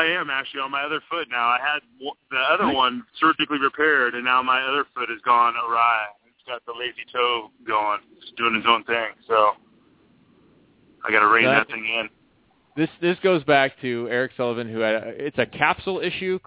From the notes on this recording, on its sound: called in from Russia